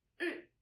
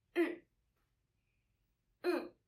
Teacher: The sound of fifth tone is quite short and fast.